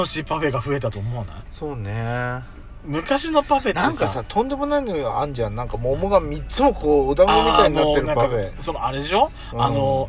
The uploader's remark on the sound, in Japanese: パーキング収録